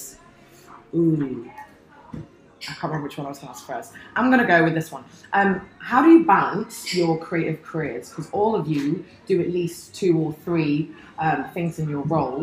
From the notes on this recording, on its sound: LIVE EVENT _ Trending: Now + Next at Kalifornia Kitchen. The audio for this episode is taken from the Model Me event we did at Kalifornia Kitchen.